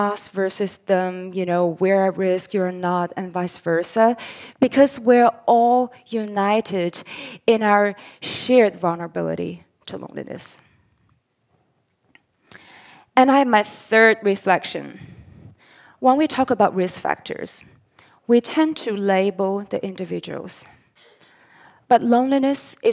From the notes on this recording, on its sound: The recording of this talk is from a live public event held on 27 July 2023 at the University of Sydney.